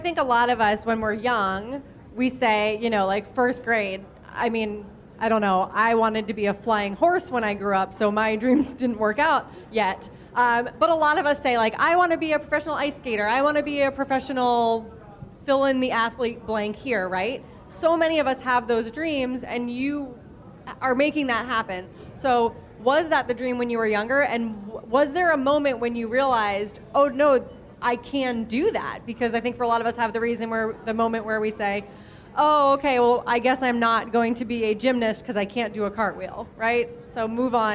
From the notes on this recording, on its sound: Joined me for a live show. At New York Road Runners's second annual RunnerCon event the day before the New Balance Fifth Avenue Mile.